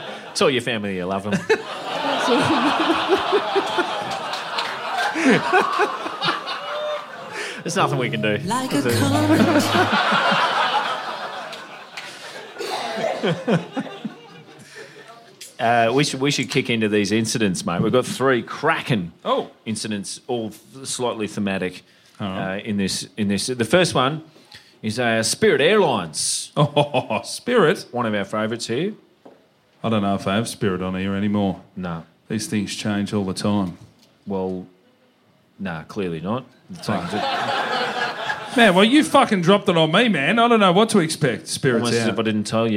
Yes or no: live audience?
yes